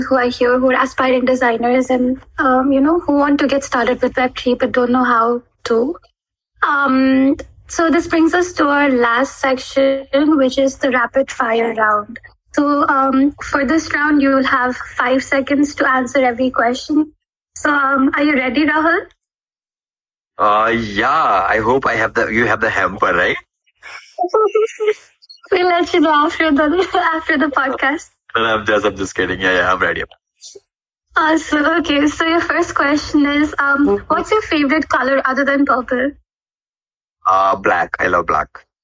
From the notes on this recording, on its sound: Recorded live on Shardeum Discord